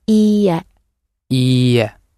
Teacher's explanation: Make sure when you say no that you have a long e at the beginning.